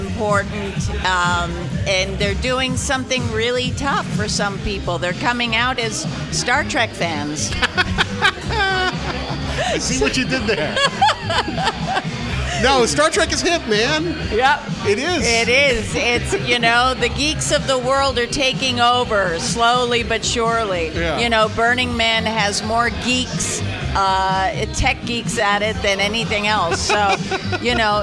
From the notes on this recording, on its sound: live from the Gaaays in Spaaace event in NYC